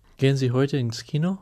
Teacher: if you have the stress at the end going up, then it's a question